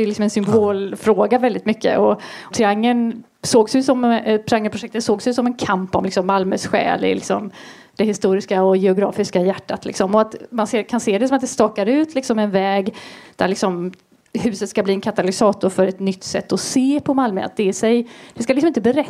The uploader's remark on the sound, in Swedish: Livepodden är ett samarbete mellan Staden podcast och Arkitema och spelades in den 18 april inför publik i Malmö.